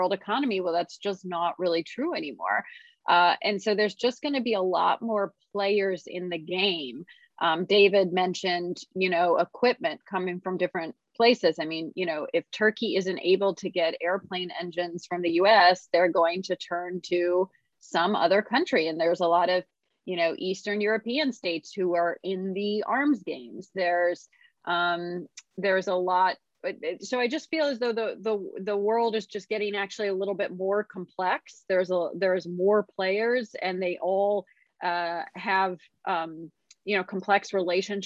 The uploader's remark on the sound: This public talk was conducted online via Zoom